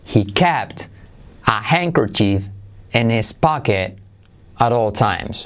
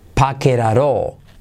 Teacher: La T de pocket y la T de at se convierte en R suave española.